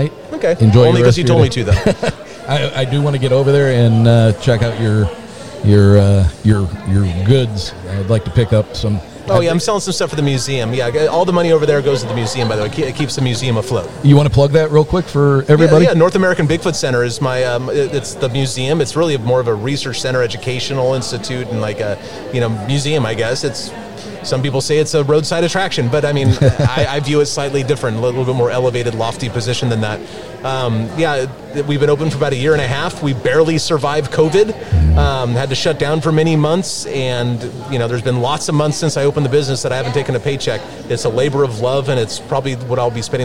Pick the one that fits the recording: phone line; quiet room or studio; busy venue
busy venue